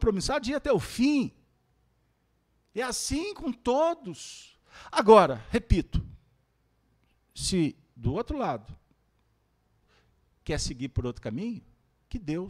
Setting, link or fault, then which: setting, live audience